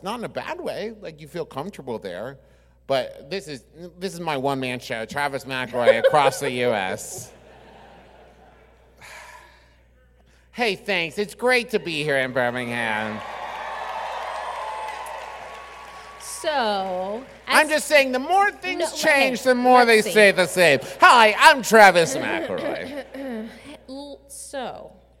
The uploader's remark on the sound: Sir and Ma'am (LIVE!). Our Birmingham LIVE SHOW.